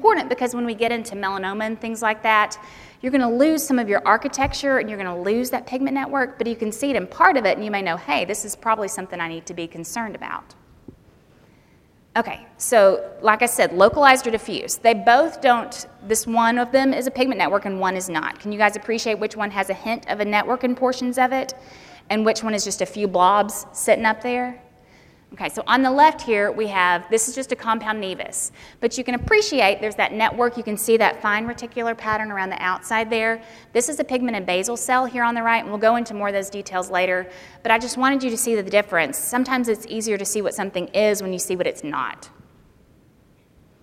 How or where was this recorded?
live audience